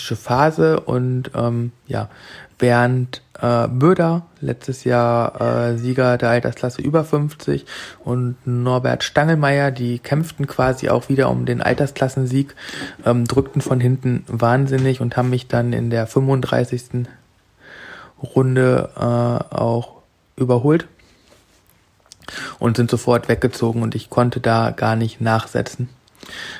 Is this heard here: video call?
no